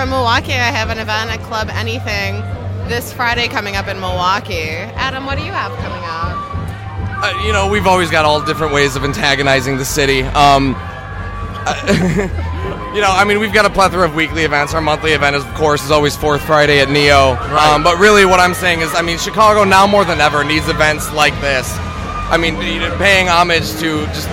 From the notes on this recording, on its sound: Recorded at the GlitterGuts Dance Punk Circus at the Metro. Featuring event attendees.